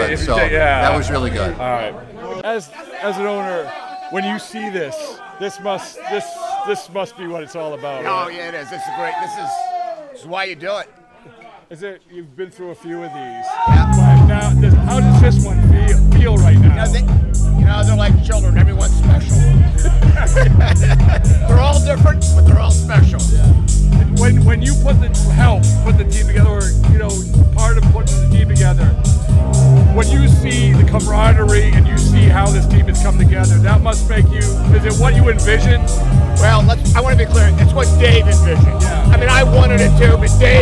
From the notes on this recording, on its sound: in the midst of the Phillies' celebration